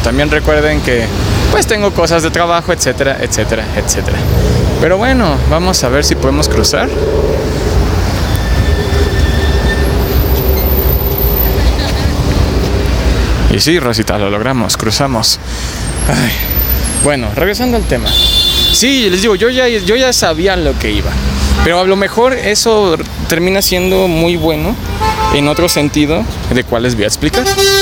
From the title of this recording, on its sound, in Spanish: Grabado en Avenida Paseo de la Reforma